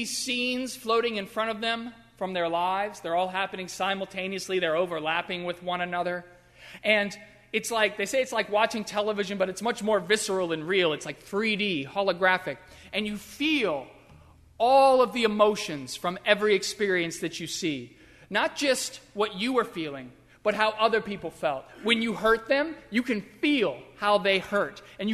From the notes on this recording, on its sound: during the Heritage service (11:00 am) on Sunday May 1, 2016, at First Presbyterian Church of Arlington Heights, Illinois.